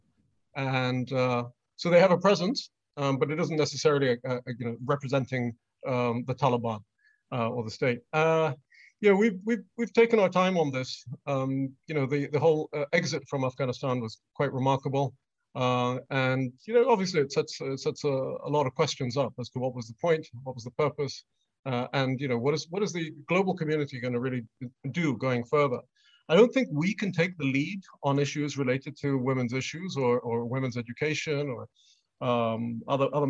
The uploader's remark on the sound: This public lecture was conducted online via Zoom